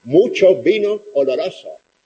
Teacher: Y además hay una armonía, se llama armonía vocálica, y si dicen mucho vino, mucho no, mucho, mucho, mucho vino oloroso. Todas las O's de oloroso son abiertas